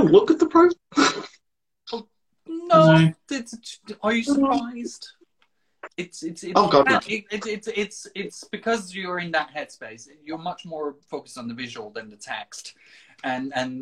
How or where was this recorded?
video call